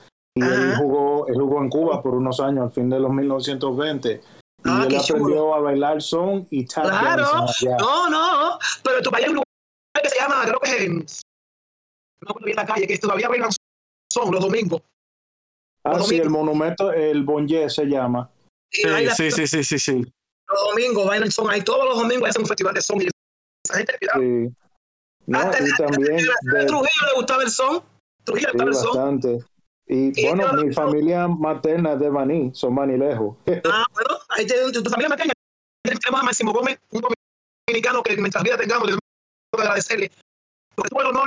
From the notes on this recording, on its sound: The audio is a bit rough, and we apologize for, but if you can get over that technical glitch you'll be inspired.